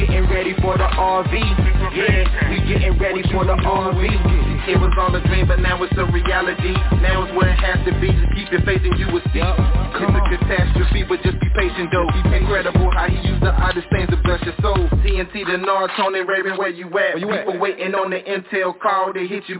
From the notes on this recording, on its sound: TNTSuperfantastic Conference Call